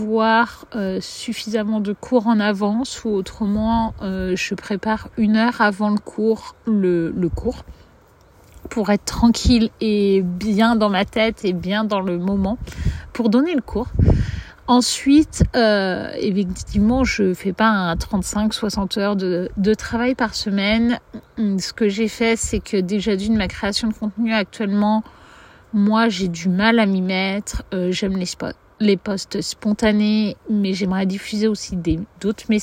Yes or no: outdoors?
yes